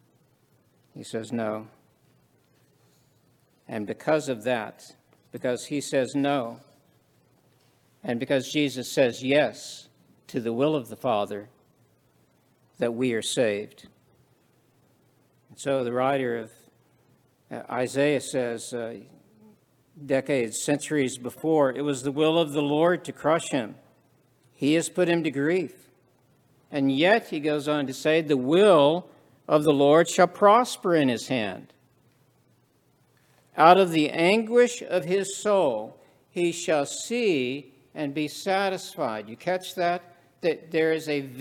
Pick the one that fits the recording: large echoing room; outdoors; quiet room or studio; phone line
large echoing room